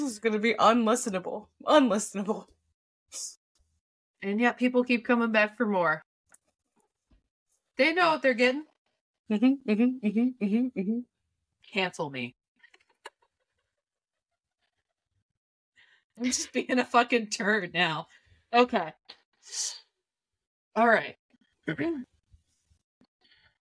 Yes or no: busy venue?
no